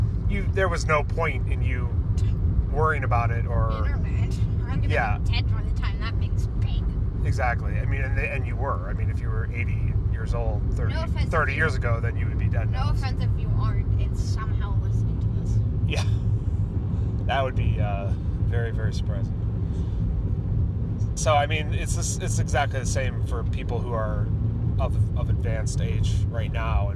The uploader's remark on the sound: The bitcoin kid are in the car again talking bitcoin and the recent PayPal news.